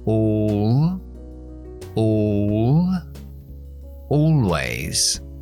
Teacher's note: La L oscura significa que tenemos que elevar más la lengua y adelantarla más. No es la la la con la punta tocando, sino la la la con muchas más partes de la lengua tocando para paladar de arriba